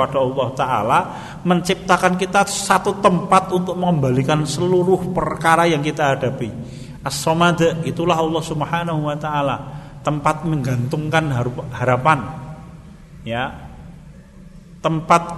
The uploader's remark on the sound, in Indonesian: Rekaman Kajian Majelis Pengajian Islam Ihyaa'ul Quluub. Di Masjid Al Aman Sidoarum Godean Sleman rutin setiap hari Sabtu selepas sholat Isya. Yang diselenggarakan oleh FKAM Yogyakarta dan Takmir Masjid Al Aman.